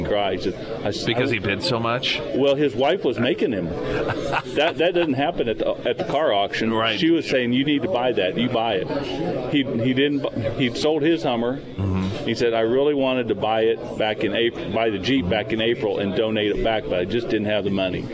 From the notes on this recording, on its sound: live at Scramblers Diner for KSGF Heroes Veterans Breakfast